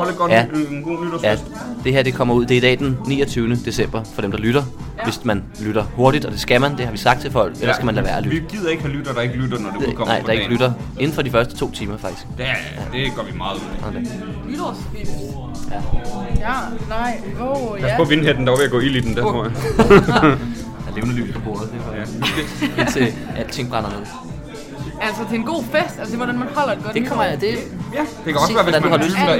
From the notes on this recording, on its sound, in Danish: I dagens afsnit er vi rykket ud af studiet, og ind på Citizen Cocktail Bar i forbindelse med en Open Mic.